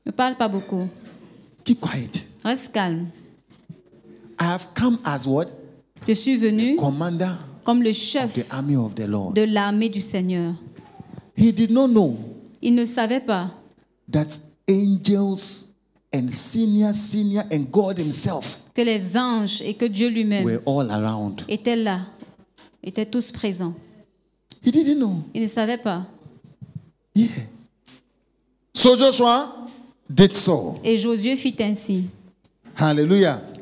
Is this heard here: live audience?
yes